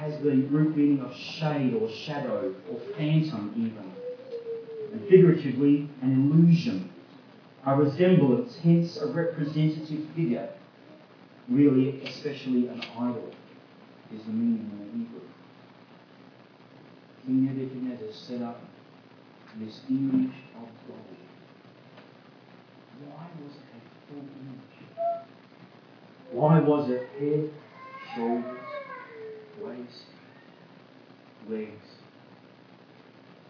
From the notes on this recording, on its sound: Audio sermon recorded live from King's Way Christian Fellowship Church Camp 2017.